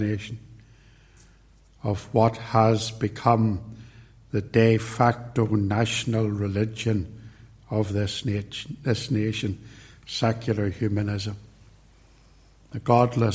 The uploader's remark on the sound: recorded at Templepatrick Reformed Church